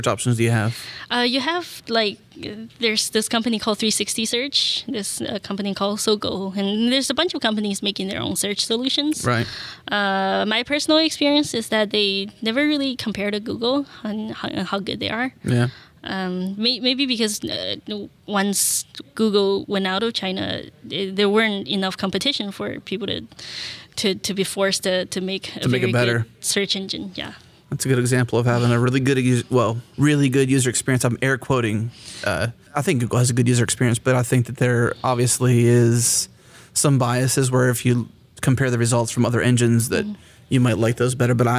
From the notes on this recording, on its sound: recorded at Node Interactive 2016